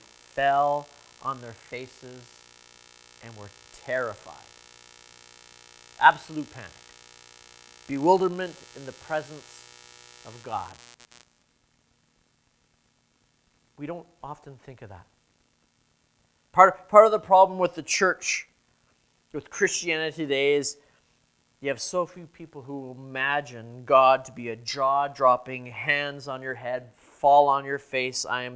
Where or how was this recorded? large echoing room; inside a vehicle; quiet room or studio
large echoing room